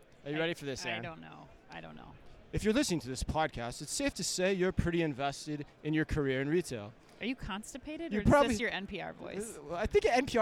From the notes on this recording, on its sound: live from Manifest